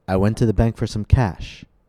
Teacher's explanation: Cash had the longest vowel and the highest pitch. Cash is the focus word.